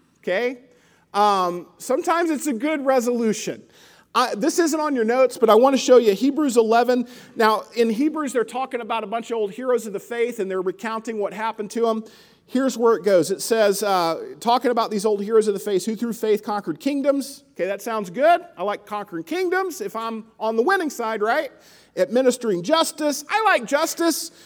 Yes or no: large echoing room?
yes